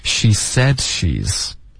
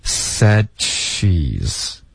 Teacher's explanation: 那省略的方式呢，舌尖得顶上颚。said 导致一个干脆的停顿。舌尖顶上颚就封住气流了